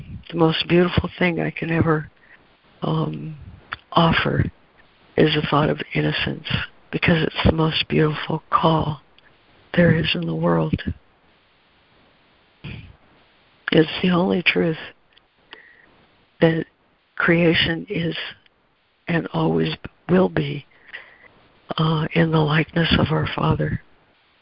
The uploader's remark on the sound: ACIM Daily Conference Call